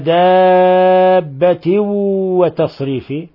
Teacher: تنوين كسر جاء بعده حرف الواو، الحكم التجويدي إضغام بغنة